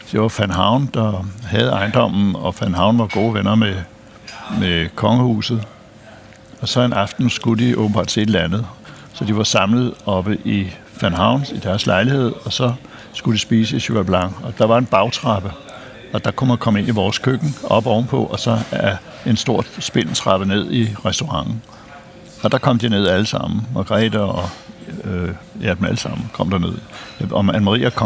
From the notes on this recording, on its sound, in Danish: Optaget på Nimb Brasserie, Tivoli, København.